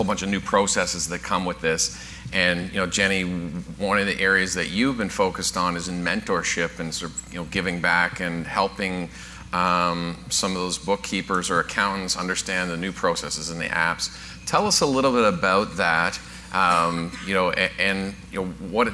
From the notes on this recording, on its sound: Live Broadcast at the The IPBC IGNITE Conference